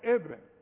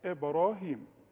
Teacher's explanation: قلقلة الباء باء في الشفايف وافتحها على طول